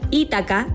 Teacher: Aunque en griego es una palabra llana, en español se pronuncia habitualmente como palabra esdrújula, de acuerdo con el étimo latino, por lo que se debe escribir con tilde en la I.